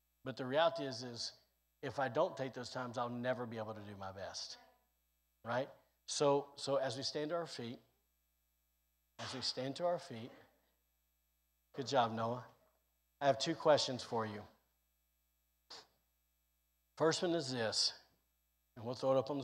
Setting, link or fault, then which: setting, large echoing room